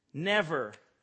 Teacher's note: The emphasis is on the first syllable.